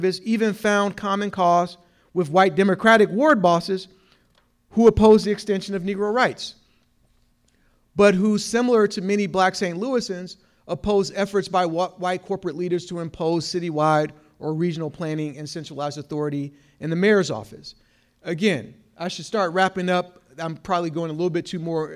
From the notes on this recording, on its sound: 2018 AASLH Annual Meeting Session Recording Recorded in Kansas City, MO.